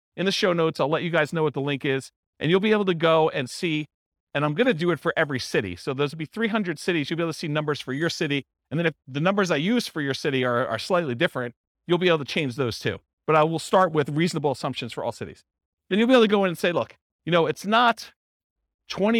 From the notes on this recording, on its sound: This was a live class recorded